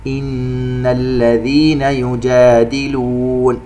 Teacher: نغن النون المشددة بمقدار 2 حركات